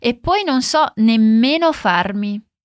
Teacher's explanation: Esse nemmeno é como se fosse um nem ao menos, ou seja, eu nem ao menos sei fazer, que é o que o … fala. Aqui a gente dá de novo aquela demoradinha nos dois M's de nemmeno.